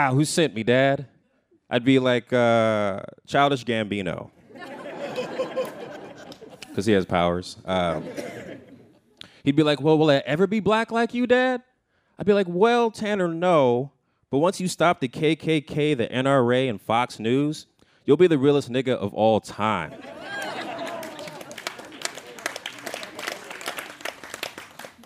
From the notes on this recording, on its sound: A Rightnowish Comedy Night at KQED's headquarters in San Francisco. The evening consisted of a quick Q&A and an open mic segment where audience members came up and cracked some jokes.